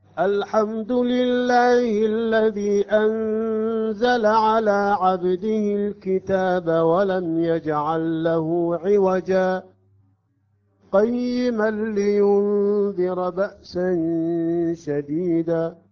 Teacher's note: لاحظتم في حالة الوصل قرأت عوجا، التنوين هنا يسقط · Term: السكت